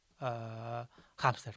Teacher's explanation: si aquesta paraula s'apostrofa, és que la pronúncia adequada seria acmuda, i si no s'apostrofa és que la pronúncia adequada o la que proposa la normativa és una H aspirada, que és aquesta H com això, hàmster